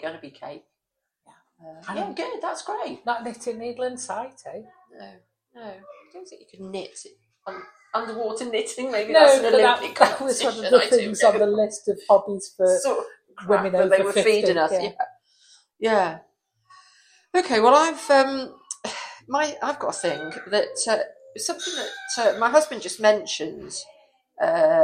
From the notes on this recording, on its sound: We found ourselves back in our usual pub. Apologies for the background noise (although the little girls who came toddling over to us were very cute).